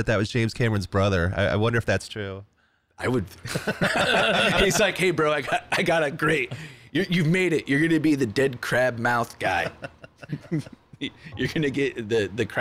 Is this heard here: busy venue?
yes